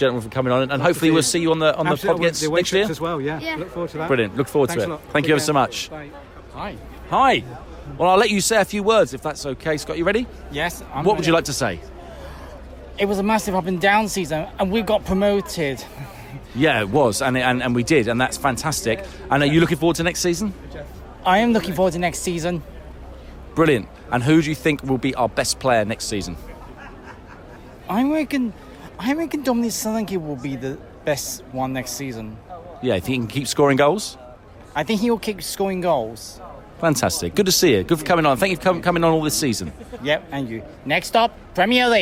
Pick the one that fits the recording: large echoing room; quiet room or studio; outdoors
outdoors